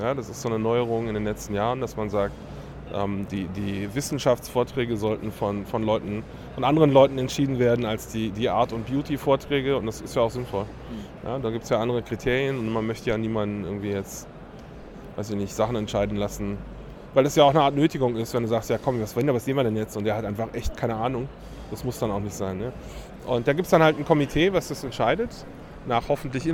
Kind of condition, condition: setting, busy venue